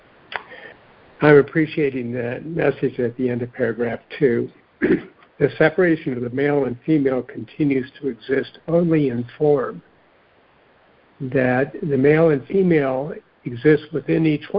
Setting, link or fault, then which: link, phone line